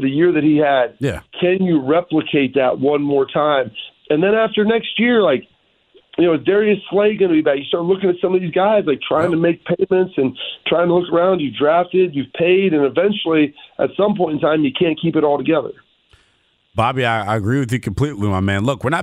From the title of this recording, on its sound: calls into the show